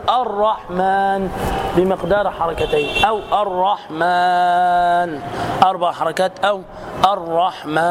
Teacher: قبل النون ألف مد، ألف مد، خلاص، هذا مد عارض للسكون، عارض، خلاص، لأن إذا وصلنا قلنا الرحمن علم القرآن فهو من المد الطبيعي، الرحمن علم، أما بسبب الوقف العارض هذا فصار وقفا عارضا للسكون لأنني سكنت النون، عارض، شيء عارض، حالة طارئة، لأنني سكنت النون وقفت على رأس الآية، فأقول الرحمن بمقدار 2 حركات أو الرحمن 4 حركات أو الرحمن.